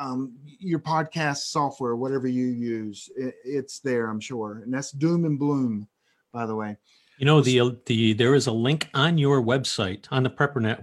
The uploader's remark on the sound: This was a LIVE Webinar that we streamed to members of PrepperNet.